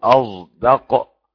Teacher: نمزج الصاد بالزاي، يتولد منها حرف لا صاد ولا زاي · Term: إشمام